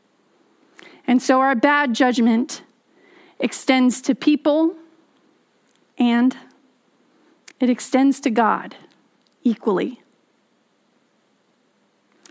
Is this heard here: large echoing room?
yes